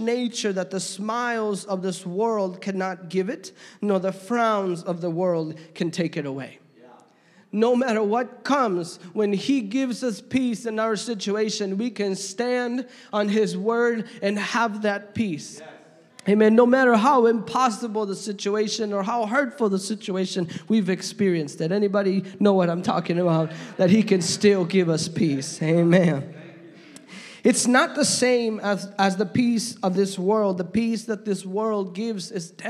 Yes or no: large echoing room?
yes